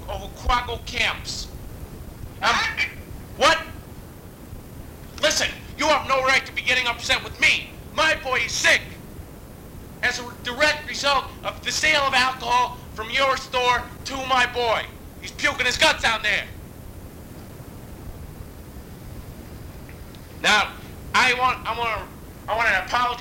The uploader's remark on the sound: Prank Phone Calls